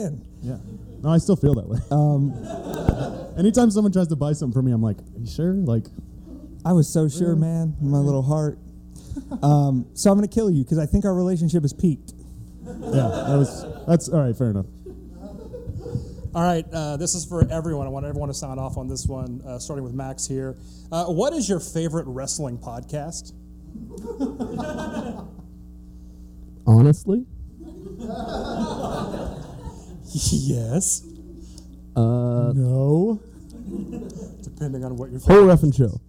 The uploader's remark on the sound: LIVE at The FEST 16!!! From a theatre inside the monumental Hippodrome in Gainesville, Florida as part of The FEST 16, the biggest and best punk rock festival on Earth! In front of a live audience as part of a block of podcast-performers. It's quite a lively panel with a load of fun questions and personal answers.